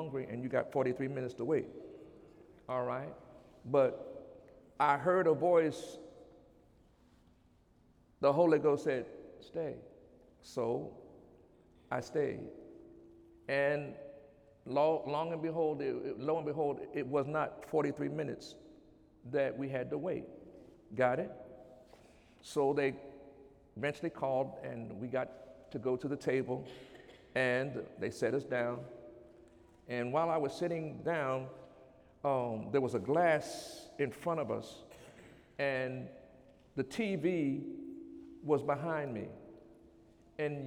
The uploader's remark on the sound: During Sunday morning service on May 7, 2017